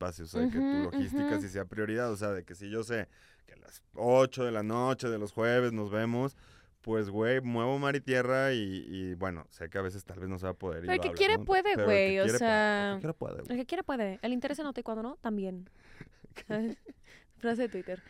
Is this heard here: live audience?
no